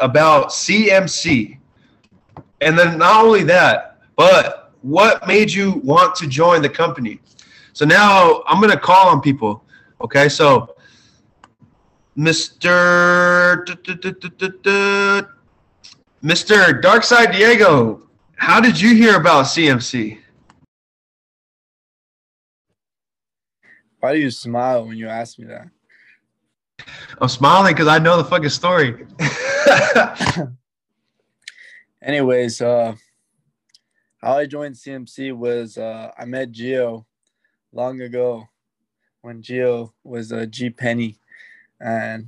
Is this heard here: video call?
yes